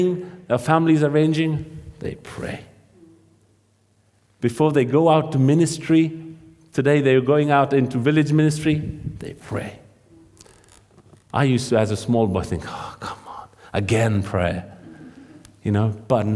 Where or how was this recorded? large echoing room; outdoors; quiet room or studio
large echoing room